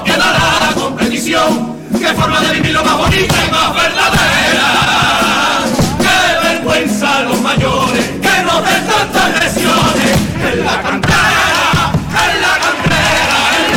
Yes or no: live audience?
yes